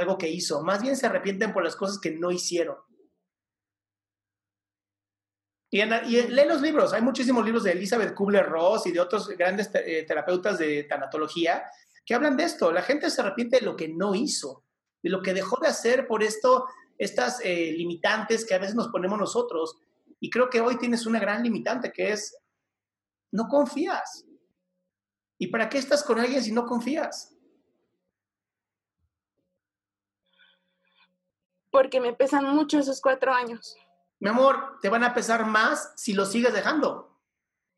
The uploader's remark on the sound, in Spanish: el fragmento de mi programa pregúntame en zoom